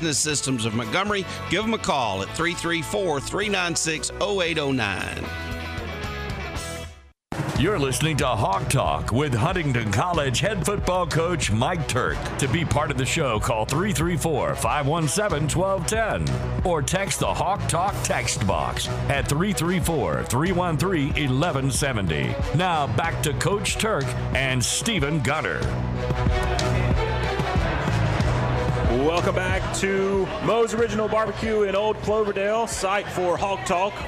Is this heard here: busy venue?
yes